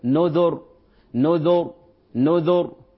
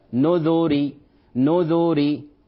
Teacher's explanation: تفخم الراء لأنها ساكنة، قبلها مضموم نذر نذر نذر، أو أنها ترقق للدلالة على ماذا؟ على الياء المحذوفة، نذري نذري وهكذا.